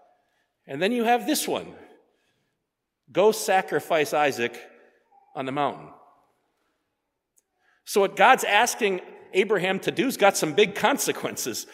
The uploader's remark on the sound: sermon preached at Faith on Feb 18, 2024